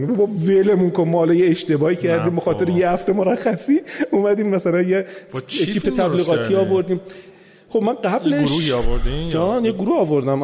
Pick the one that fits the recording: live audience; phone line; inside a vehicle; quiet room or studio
live audience